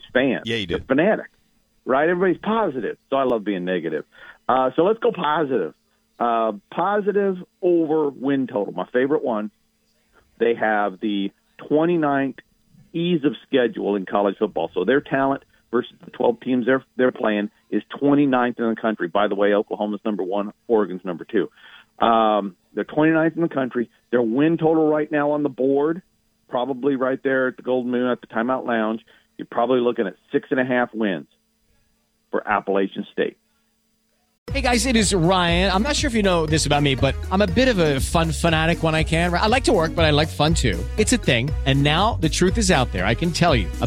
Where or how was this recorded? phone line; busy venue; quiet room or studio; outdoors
phone line